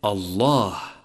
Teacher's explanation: اللام المفخمة من لفظ الجلالة، وهي قول القارئ الله، فهذه اللام المفخمة ليست حرفا أصليا، بل الأصل في اللام أن تكون مرققة.